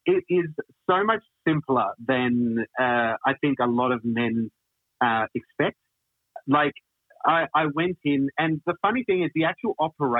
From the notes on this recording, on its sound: including an appearance on the phone from the question asker and their partner